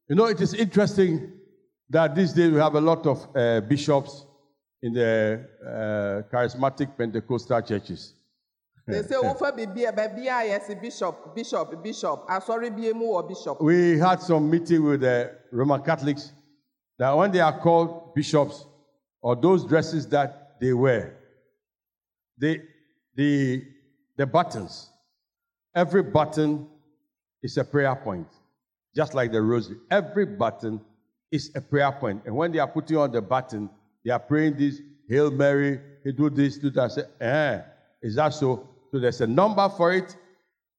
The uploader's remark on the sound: Sermon preached at CBC Shiashie Campus